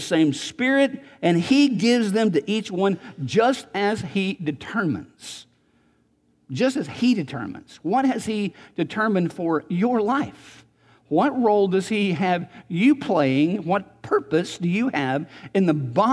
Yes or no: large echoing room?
yes